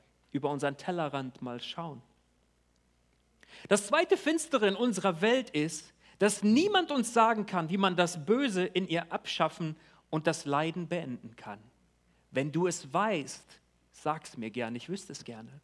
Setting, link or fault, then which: setting, large echoing room